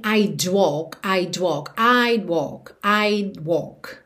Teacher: Percebe que você nem ouve mesmo esse D, que é o would contraído